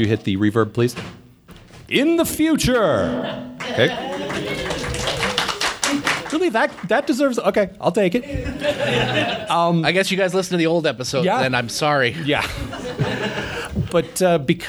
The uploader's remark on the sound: Recorded live at the Pocket Theater in Seattle.